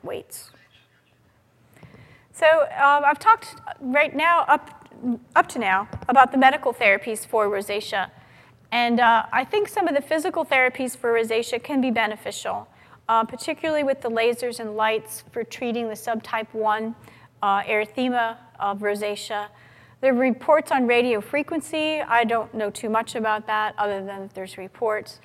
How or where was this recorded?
live audience